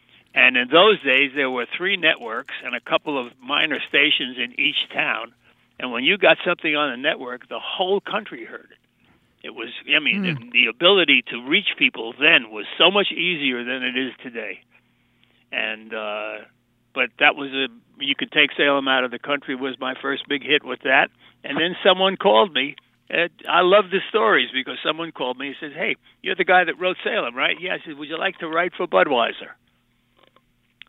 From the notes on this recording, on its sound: Listeners call in to share the jingles that have stuck with them.